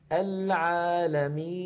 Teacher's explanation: النون في آخر العالمين عند الوقف عليها تسكن، فيصير زمنها مساويا لزمن العالمين، ففيها جريان ضئيل للصوت.